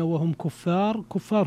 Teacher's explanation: جاءت الراء مضمومة فليس فيها ترقيق